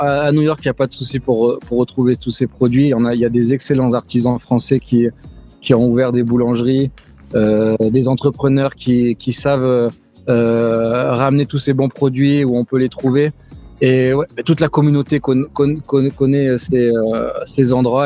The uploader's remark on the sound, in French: Une fois n'est pas coutume, cette interview a lieu en direct d'un parc... Bienvenue à Central Park à New York.